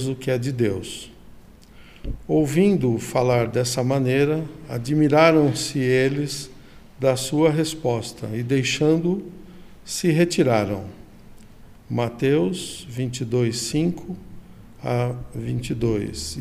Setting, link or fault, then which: setting, large echoing room